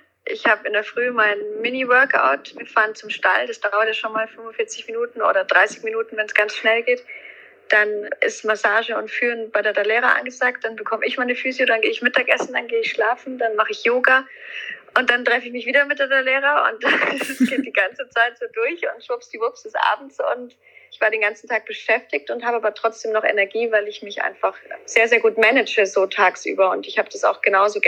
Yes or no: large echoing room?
no